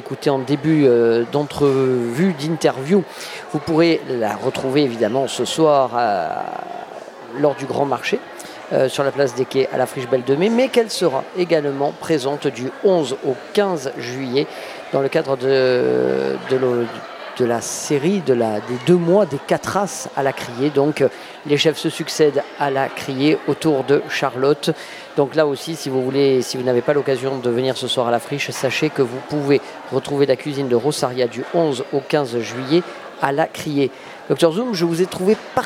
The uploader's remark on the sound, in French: C'était jour de Grand Marché avec l’édition spéciale Bacalhau, rendez-vous sur la place des quais à la Friche Belle de Mai avec Les Grandes Tables. Radio Grenouille s'installe en live.